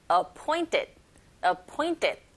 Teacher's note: T 사운드 약하게 들리고 뒤에 ED가 받침으로 가서 appointed, appointed 이런 식으로 발음하시면 돼요. appointed 하지 마시고 appointed by the sultan 이렇게 발음하시면 됩니다.